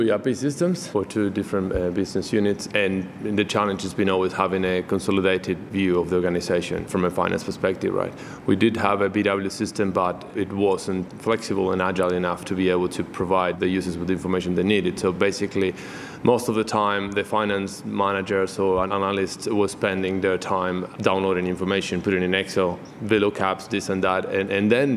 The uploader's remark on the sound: Recorded at SAP TechEd 2016 in Las Vegas.